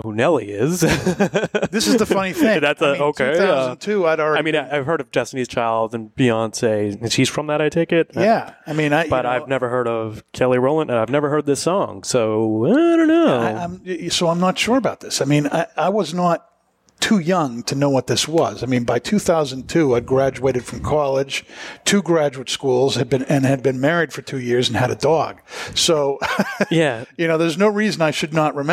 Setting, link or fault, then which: setting, busy venue